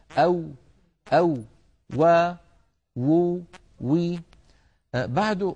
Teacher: الواو كما نعلم يا إخوة حرف يخرج من الشفتين ويصاحب ذلك تذبذب للوترين الصوتيين في الحنجرة